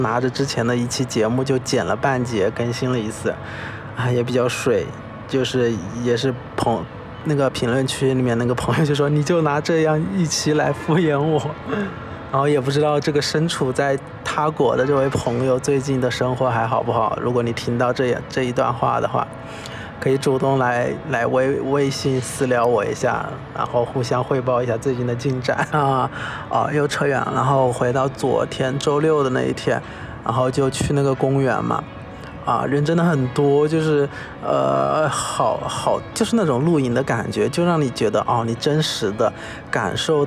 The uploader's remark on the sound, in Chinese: 这一期在天台录制